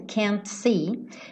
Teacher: esse T do can't muitas vezes não é pronunciado. Então ele poderia tranquilamente ligar can't see, ligar o T no S, can't see, e aí você não ouviria.